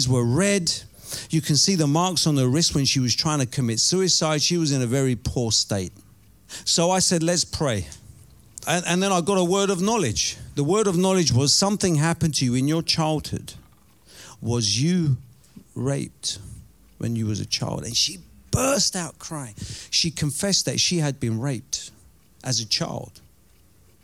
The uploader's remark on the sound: Preaching at Oasis Church, Watford, England.